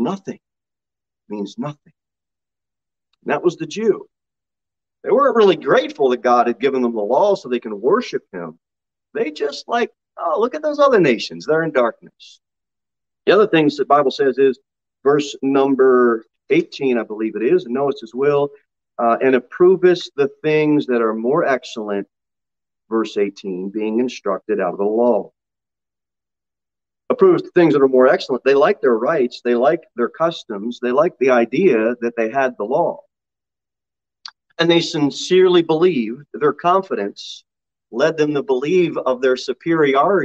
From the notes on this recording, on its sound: Sermon delivered at Pilgrim Baptist Church in Cookeville, TN. Jere Whitson Rd.